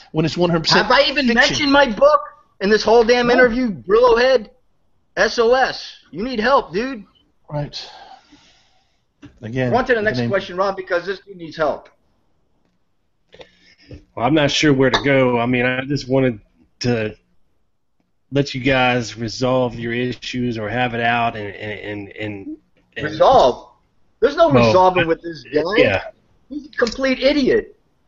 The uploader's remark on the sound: the first ever live Hangout on Air for the show